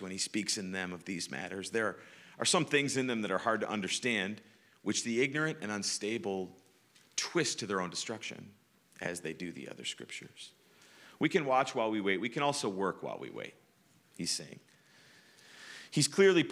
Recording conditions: large echoing room